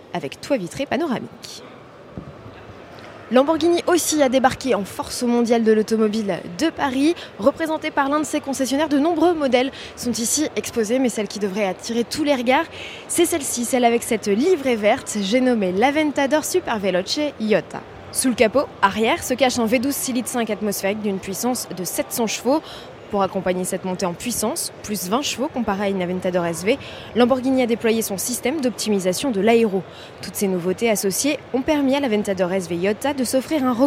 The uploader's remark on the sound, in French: En direct du Mondial de Paris 2018. Auto Plus vous propose un tour d’horizon des plus belles sur ce salon.